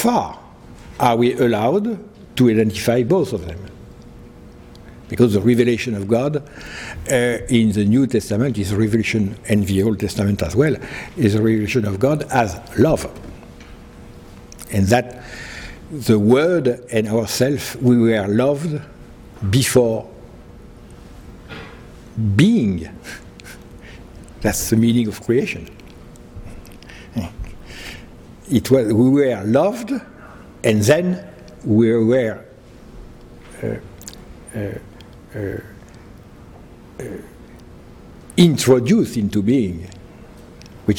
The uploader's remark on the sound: He delivered this lecture on November 10, 2010 at the University of Chicago's Swift Hall.